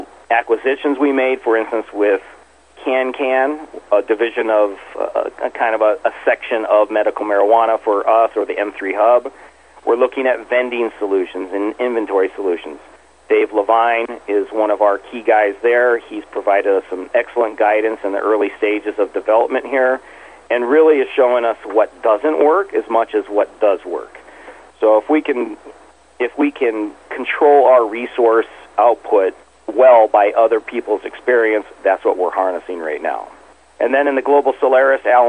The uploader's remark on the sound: called into SmallCapVoice